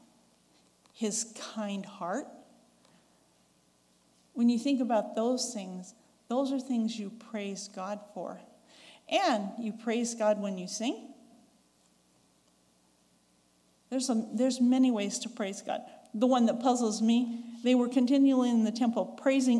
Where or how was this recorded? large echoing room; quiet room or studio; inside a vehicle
large echoing room